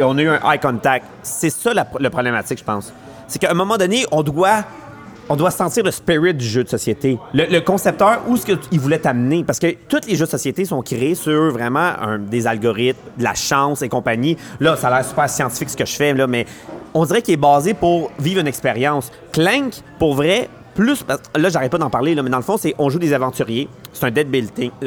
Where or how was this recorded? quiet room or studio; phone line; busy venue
busy venue